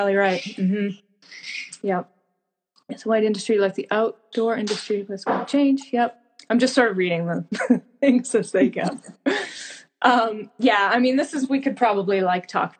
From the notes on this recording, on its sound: This episode has a few technical difficulties but if you can bear with us through some audio problems